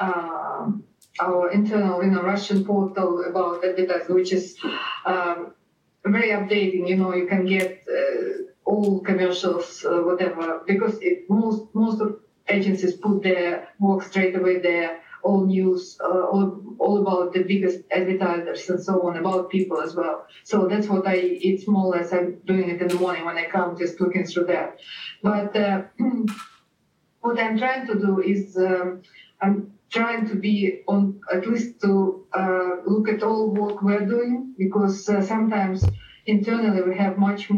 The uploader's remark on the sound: Skype audio from Russia is tricky, but hang in there!